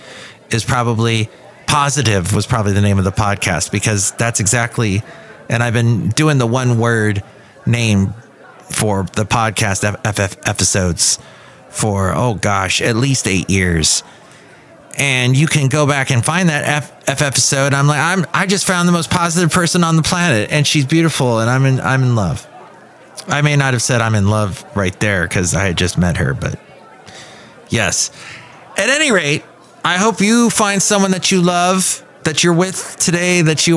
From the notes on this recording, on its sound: Podcasts live from Café Anyway.